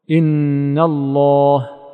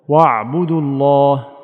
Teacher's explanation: اللام من كلمة الله تغلظ في مرتبة واحدة، ويقال إنها من أعلى درجات التفخيم · Term: اللام المغلظة